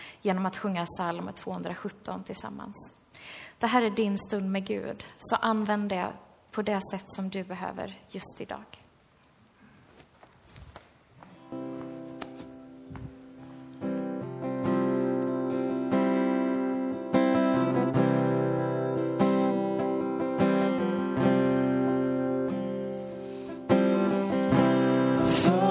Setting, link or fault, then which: setting, large echoing room